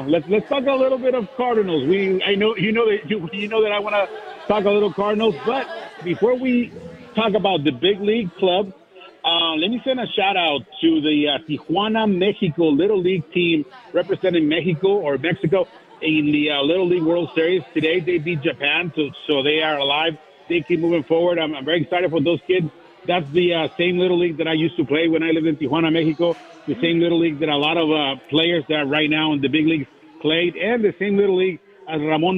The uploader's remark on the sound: broadcast live from Hot Shots in Arnold, MO as part of the Michelob Ultra City Caravan